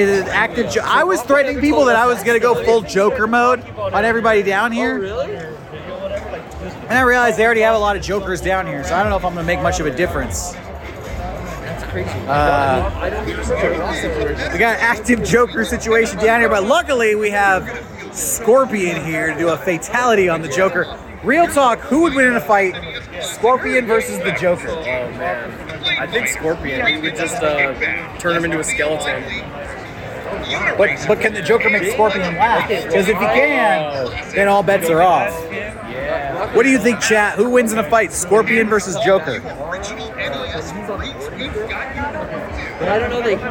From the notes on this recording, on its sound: two days of San Diego Comic-Con, two different teams live streamed from the Mega64 booth.